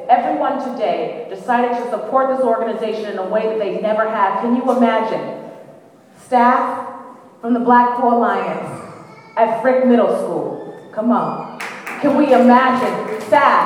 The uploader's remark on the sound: BAJI 5 Year Awards Dinner - Keynote Address. The program also featured live music.